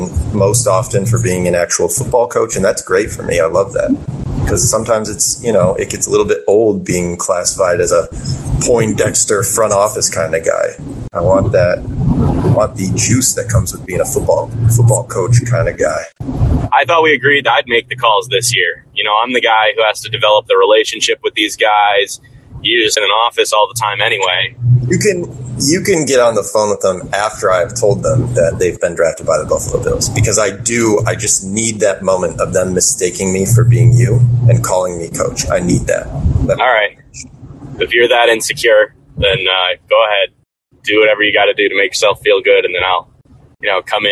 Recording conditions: poor sound quality